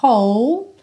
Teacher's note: Esse W do começo não é pronunciado, você pega direto do som do H, do arzinho.